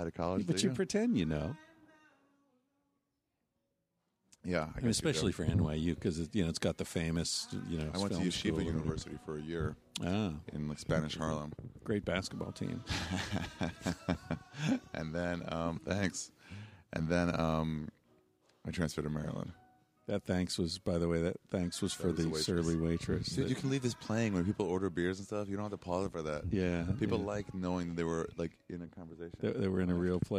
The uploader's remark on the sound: in the bar at The Jane Hotel, in the West Village